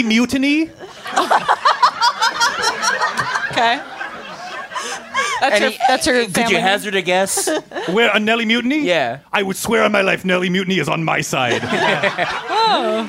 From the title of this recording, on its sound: Rude Tales LIVE at Union Hall 1/24/20